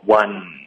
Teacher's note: 后面舌尖应该是顶上颚的 one，嘴巴都可以咬下去，方便你的舌尖顶上去